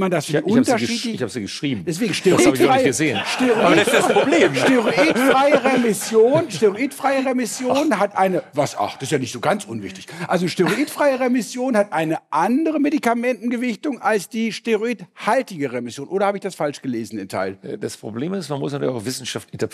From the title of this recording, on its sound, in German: Live von der DGVS